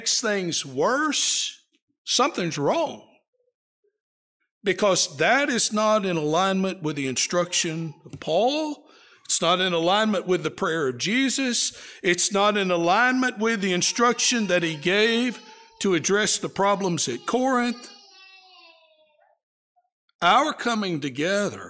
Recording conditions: large echoing room